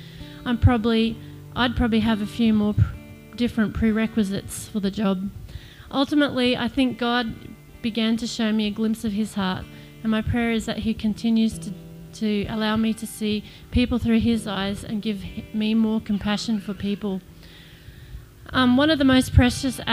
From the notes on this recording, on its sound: This is the recording (minus the songs) of the Project's thanksgiving service